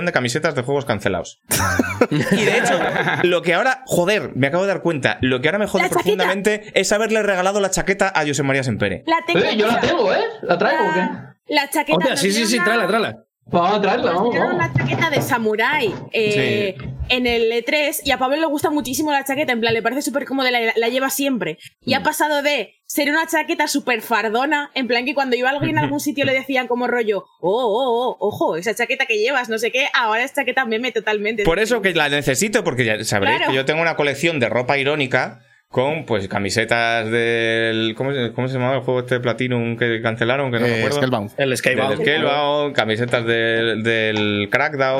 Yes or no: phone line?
no